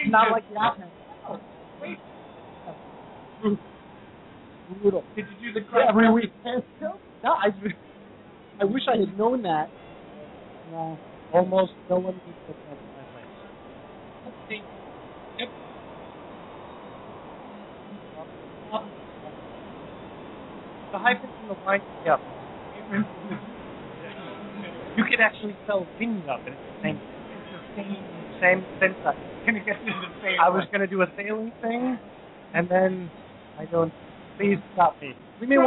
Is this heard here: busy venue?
yes